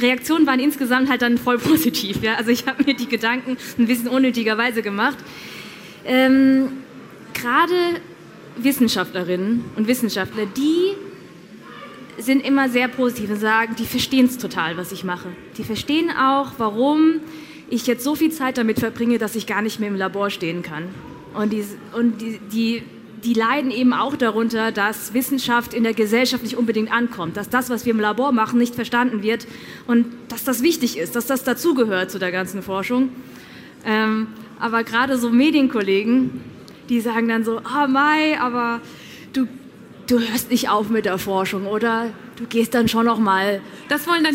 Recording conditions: live audience